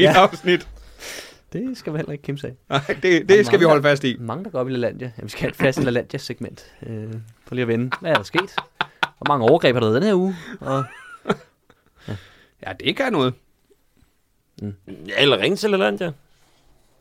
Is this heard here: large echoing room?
no